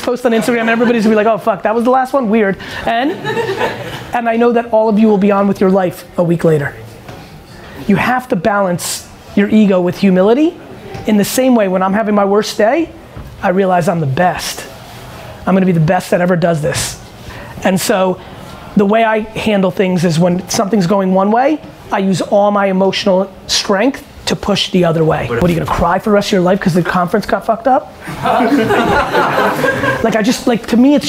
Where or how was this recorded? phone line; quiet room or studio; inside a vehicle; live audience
live audience